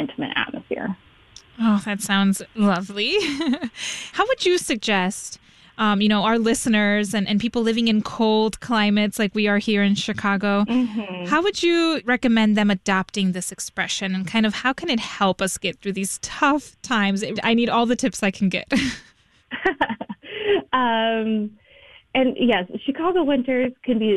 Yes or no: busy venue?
no